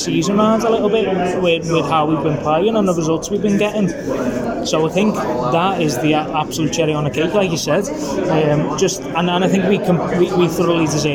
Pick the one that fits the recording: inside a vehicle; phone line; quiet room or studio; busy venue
busy venue